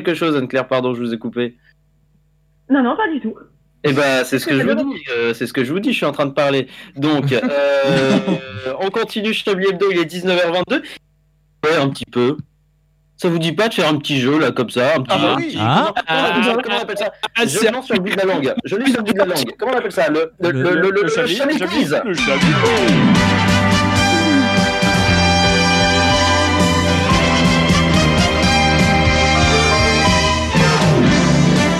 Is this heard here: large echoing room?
no